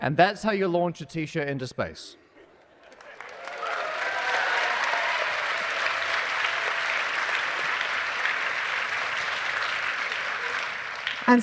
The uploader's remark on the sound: live at Bluedot Festival